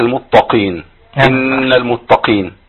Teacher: يبقى خد بالنا القاف المكسورة ضعيفة جدا. فلا تتبعوا الهمس، عدم المبالغة في الهمس.